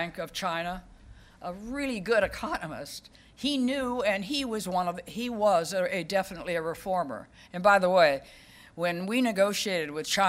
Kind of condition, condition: setting, live audience